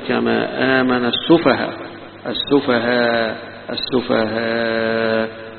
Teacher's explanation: لو وقف عليها حمزة هنا هيقول كما آمن السفهاء، السفهاء السفهاء، يمدها يمد الألف، يقف عليها كألف، يبدل الهمزة ألفا . ويجوز الروم بالتسهيل، الروم يعني بيظهر الحركة اللي هي الضمة · Term: إبدالها ألفة